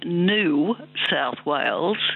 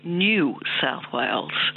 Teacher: Yes, it's a process known as yod dropping. So there's a y sound, as you pointed out, in the word new, the way we pronounce it, and that's been dropping out. · Shown in: second take